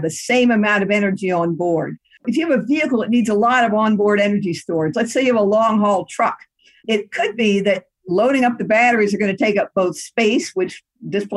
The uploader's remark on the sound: In this Zoom taping